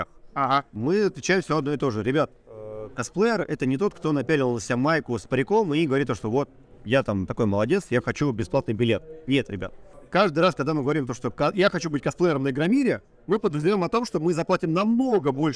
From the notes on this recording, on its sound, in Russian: Полевой выпуск подкаста записанный на Bubble Comics Con 2021 в декабре и только сейчас добравшийся до вас.